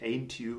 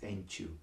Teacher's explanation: Dann, was wir im Englischen haben, wenn so ein T oder D auf ein J trifft, dann wird das T oder D vorher ein bisschen palatalisiert. · Shown in: second take